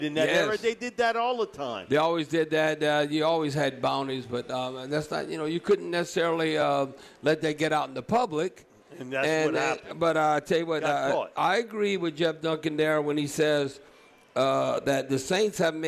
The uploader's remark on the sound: live from the Silver Slipper